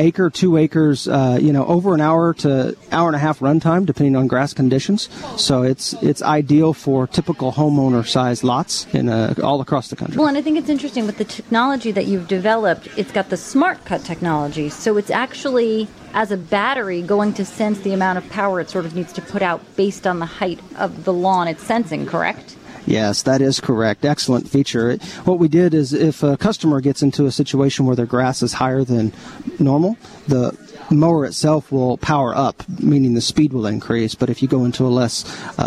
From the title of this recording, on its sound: We are coming to you today from the 2013 National Hardware Show in Las Vegas